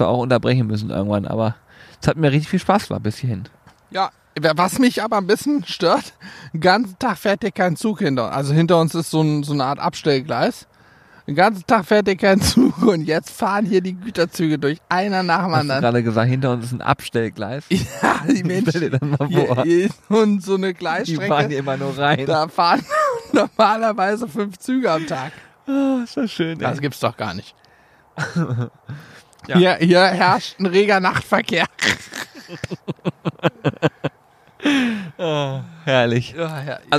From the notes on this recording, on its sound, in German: Live vom Teich